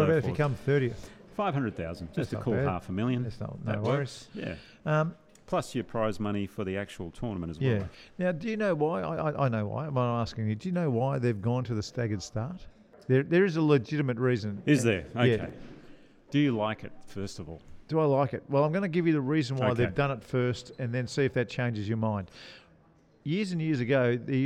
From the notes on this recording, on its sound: We’re live from the Melbourne Golf Park (formerly the Albert Park Driving Range) today overlooking the driving range, it’s a great spot for the podcast - we’re in the lounge area near the bar (obviously) looking out over the range. Because we’re live from the Melbourne Golf Park and he can smell pizza’s being cooked in the kitchen.